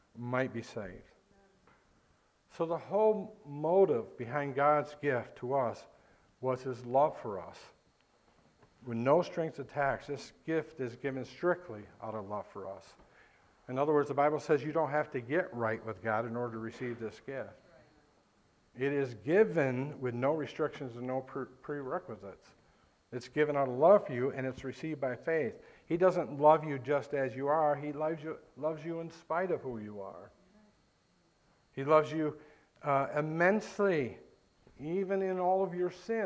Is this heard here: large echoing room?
yes